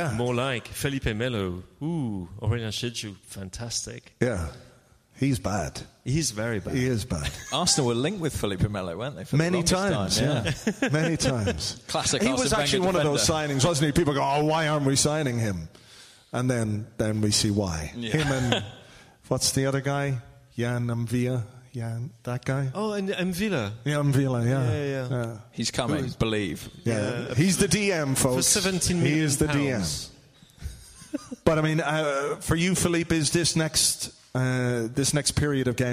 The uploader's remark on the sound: Recorded live at Union Chapel on Upper Street. We then did a Q&A with questions from audience members about all manner of things.